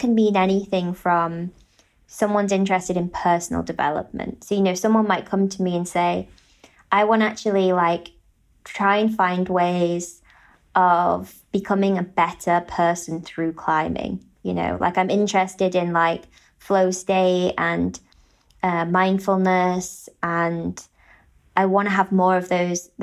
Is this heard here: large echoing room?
no